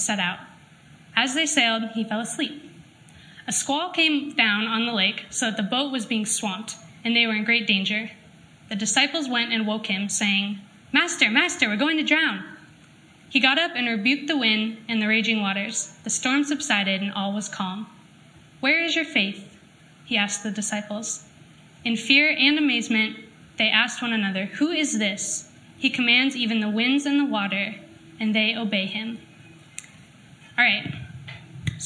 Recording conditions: live audience